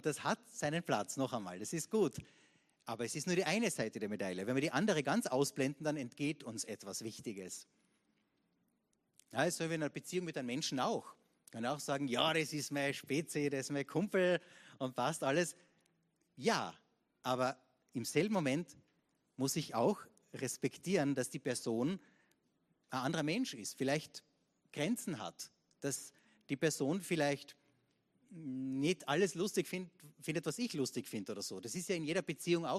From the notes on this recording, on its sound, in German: Gottesdienst live aus der LIFE Church Wien.